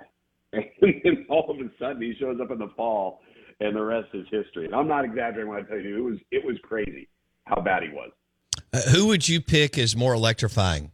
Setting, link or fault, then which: link, phone line